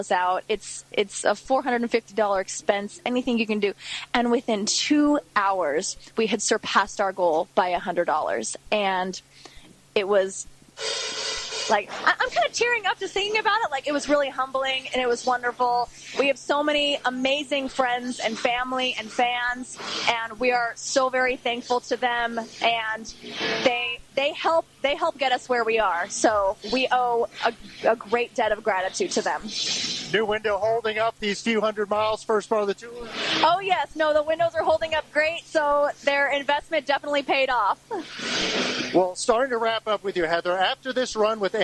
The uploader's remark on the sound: interview recorded at The Masquerade in Atlanta GA